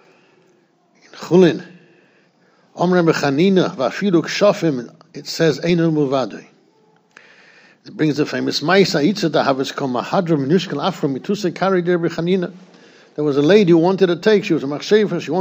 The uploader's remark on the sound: Shiur recorded in Yeshivas Ohr Reuven, Monsey, NY.